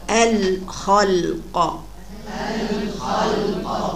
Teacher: الخاء حرف مفخم لما يجي مفتوح يبان فيه التفخيم